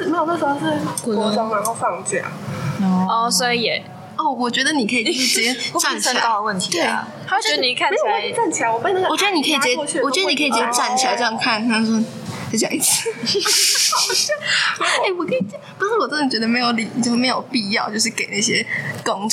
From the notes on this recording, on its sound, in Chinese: 第一次錄音有一點收音問題